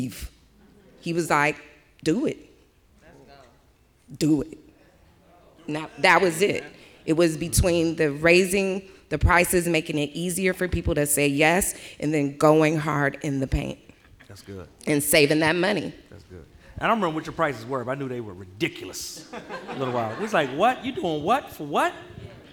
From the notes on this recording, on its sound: They spent an hour sharing secrets with the audience